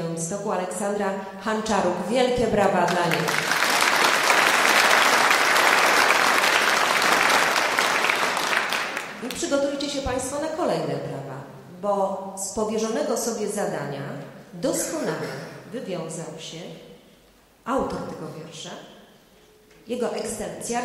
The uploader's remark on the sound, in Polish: Podleśnej 2 w Białymstoku, odbywały się koncerty kolęd w ramach 42 Prawosławnych Wieczorów Kolęd organizowanych przez Prawosławną Diecezję Białostocko-Gdańską. Przed publicznością zaprezentowały się liczne chóry i zespoły muzyczne.